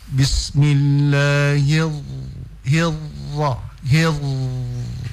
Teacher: sifat huruf ra yang bergetar itu, kalau dia bertasydid, maka itu hilang, dihilangkan. Jadi tidak kedengaran r. · Term: tikrar